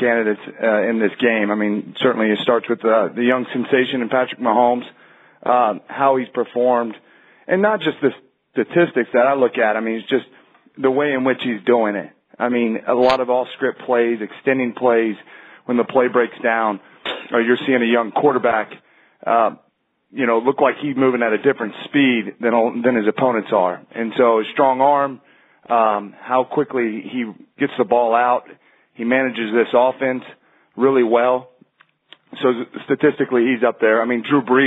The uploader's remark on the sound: MNF Conference Call